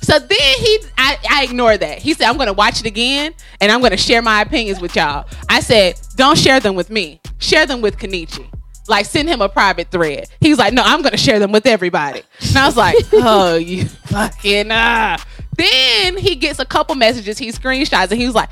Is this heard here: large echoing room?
no